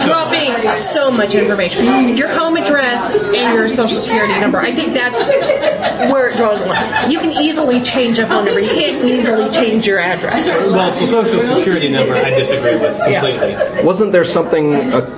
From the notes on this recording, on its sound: Live and uncut from The Lion and Rose. No internet access WTF Lion and Rose. Oh my is it loud in there. Dogs got nothing on pubs, man.